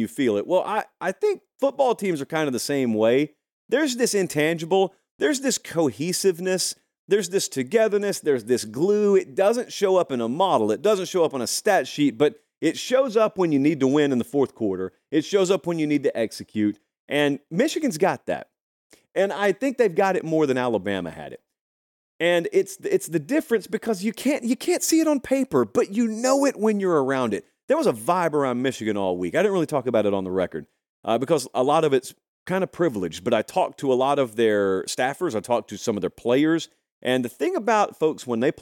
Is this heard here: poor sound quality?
no